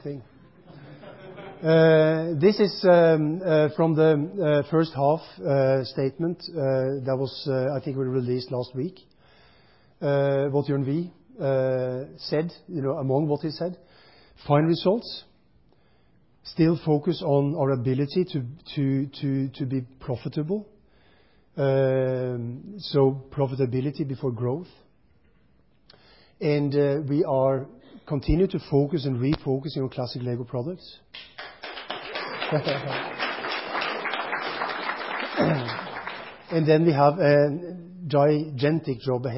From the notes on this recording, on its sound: BrickFest 2006 Keynotes. This podcast includes a Q&A section at the end.